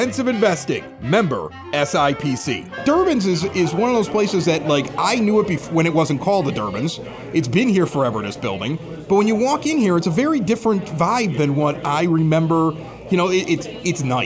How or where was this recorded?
live audience